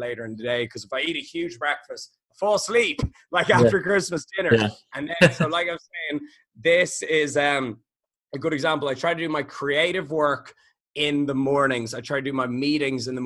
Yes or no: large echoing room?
no